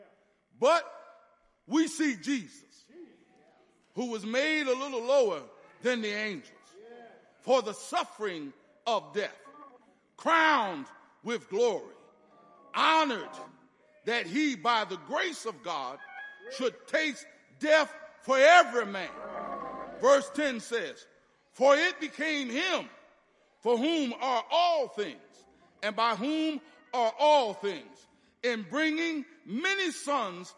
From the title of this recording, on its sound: Sunday Morning Service 8.20.23 - Audio